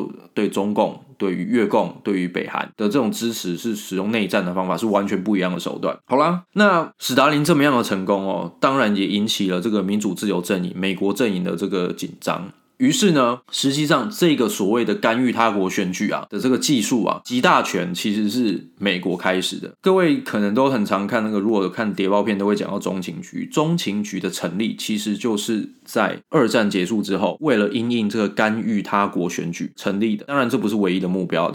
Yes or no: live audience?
no